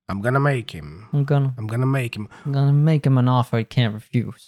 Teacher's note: His voice is very kind of nasal as well